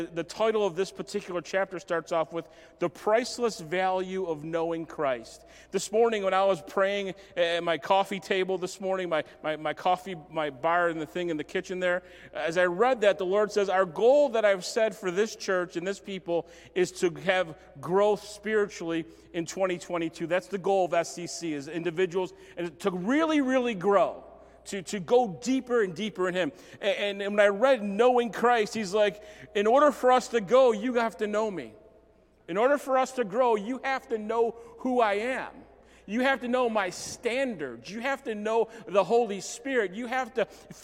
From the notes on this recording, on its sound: Recorded at Southtowns Christian Center Feb 27, 2022.